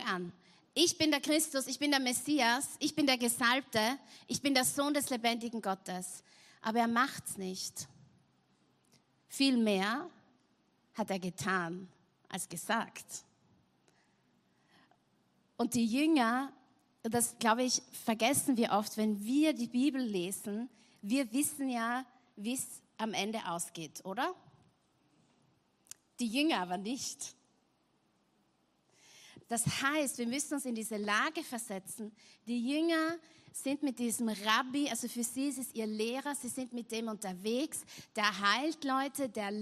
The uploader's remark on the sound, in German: Gottesdienst live aus der LIFE Church Wien.